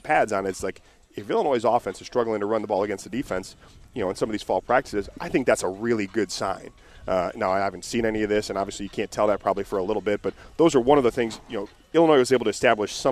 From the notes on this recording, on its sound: live from Illini football practice